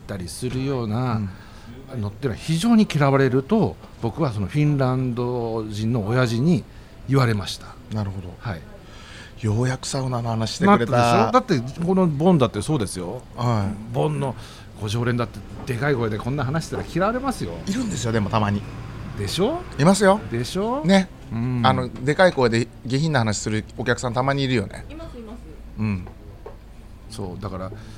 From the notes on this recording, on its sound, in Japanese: 今週は西荻窪の 【日本酒おばんざい梵】 さんにて収録。営業中のお店の雰囲気そのままにお届けします！